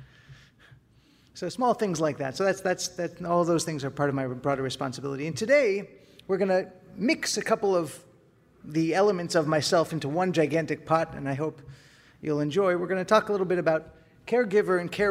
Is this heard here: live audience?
yes